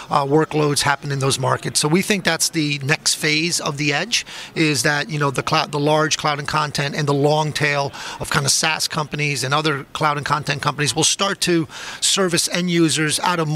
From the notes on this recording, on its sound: Live from ITW 2019 in Atlanta on JSA TV.